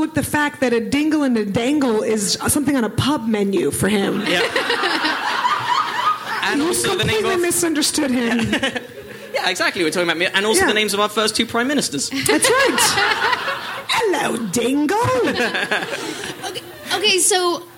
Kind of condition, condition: setting, live audience